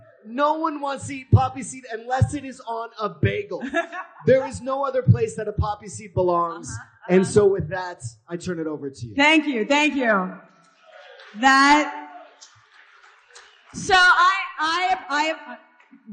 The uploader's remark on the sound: first heard on December 7, 2018 at Isaiah's Hanukkah Shabbat service